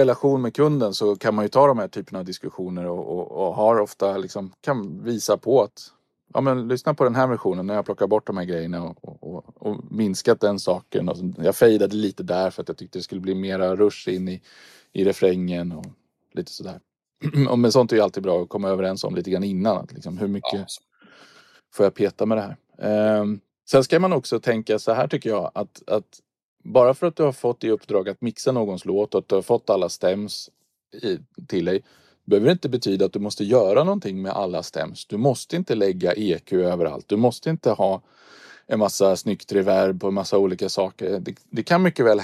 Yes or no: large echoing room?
no